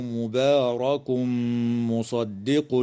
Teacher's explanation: ويدغم في الميم مع الغنة في قوله تعالى مبارك مصدق